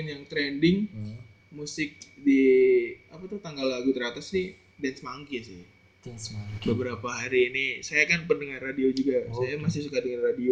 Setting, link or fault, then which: fault, poor microphone